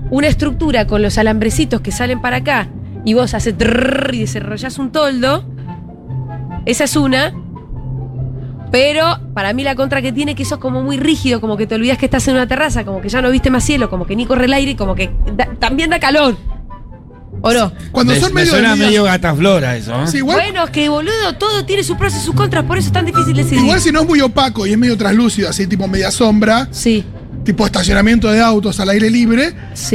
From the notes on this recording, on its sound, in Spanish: en vivo en Yunta Bar